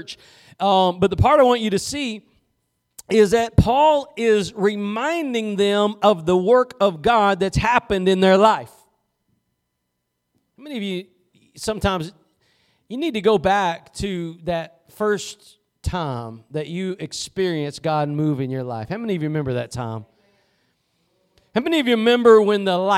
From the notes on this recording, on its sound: Preached at Gospel Lighthouse in Bossier City, La.